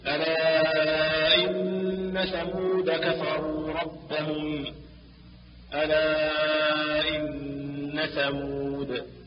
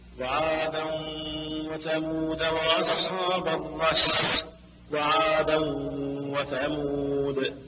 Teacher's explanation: تسقط ألف ثمود لفظا وقفا ووصلا وهي ثابتة رسما